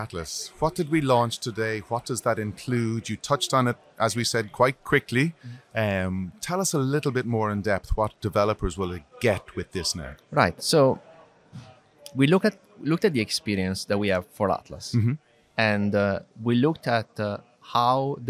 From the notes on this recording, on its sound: In this special episode recorded live from the MongoDB .local London Conference.